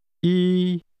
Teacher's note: One is pronounced with a high-level tone.